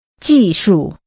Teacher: Using falling and neutral tones, say technology or technologies.